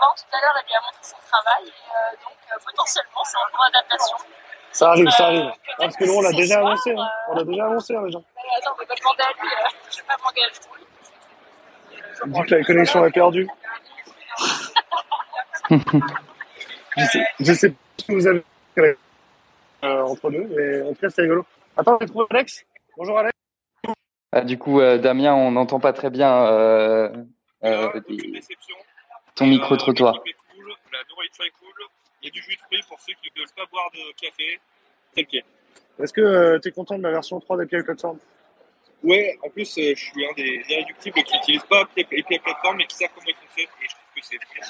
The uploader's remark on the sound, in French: En direct de l'API Platform Conference ! Nous voici de retour à Lille pour une nouvelle édition.